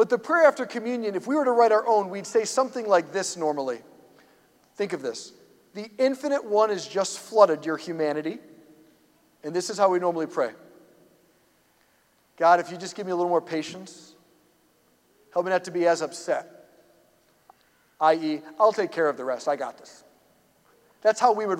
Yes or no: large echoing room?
yes